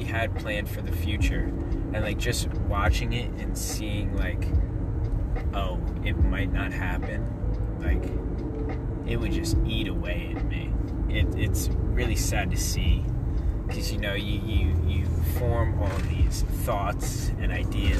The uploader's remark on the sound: All while driving to some Lo-Fi tunes.